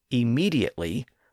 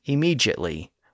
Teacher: Most Americans say immediately by giving the letter D its D sound in that word. But in the UK, you're more likely to hear some people pronounce it as immediately by giving the D a J sound · Shown in: second take